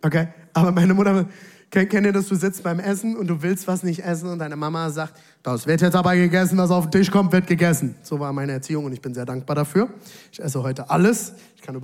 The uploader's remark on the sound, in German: Audiomitschnitt der Predigt